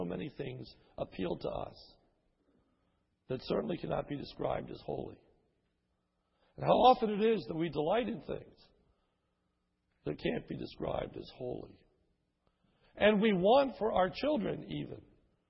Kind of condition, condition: setting, large echoing room